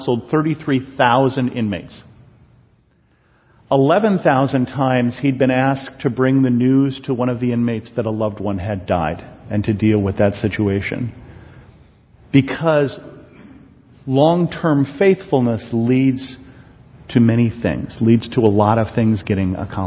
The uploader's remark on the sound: a sermon I preached at Bethel Lutheran Church in Cupertino